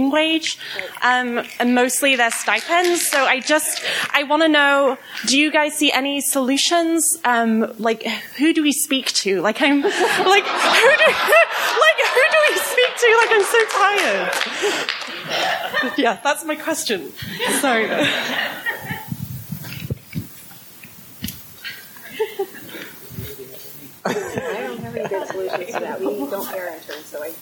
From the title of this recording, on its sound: Live at the Signature